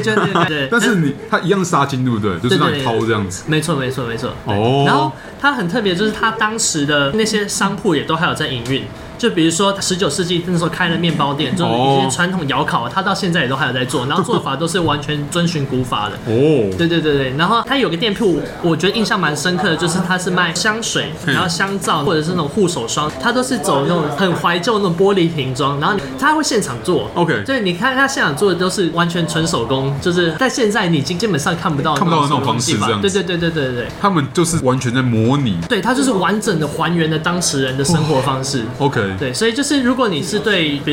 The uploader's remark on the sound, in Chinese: 本集白噪音指數：蚊風級 1/5。錄音地點： BUZZ Cafe & Beer。